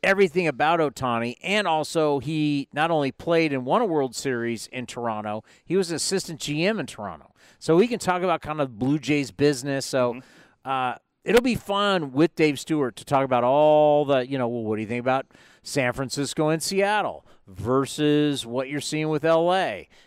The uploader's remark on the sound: live at the 2023 MLB Winter Meetings in Nashville